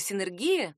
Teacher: синергия — это слово произносится твердо через «не»